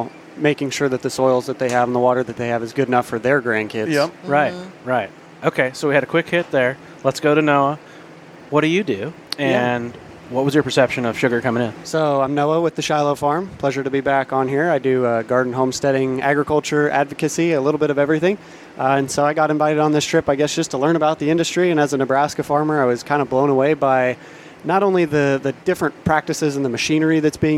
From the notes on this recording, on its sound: Recorded on a Train Full of Creators. Aboard the Sugar Express.